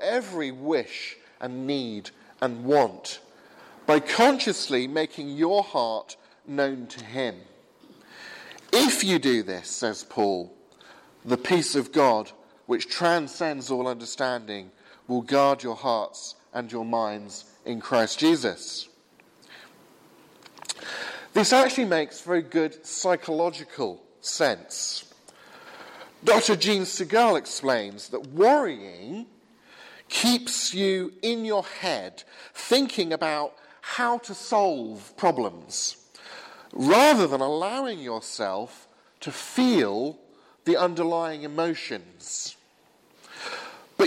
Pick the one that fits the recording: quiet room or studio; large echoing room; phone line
large echoing room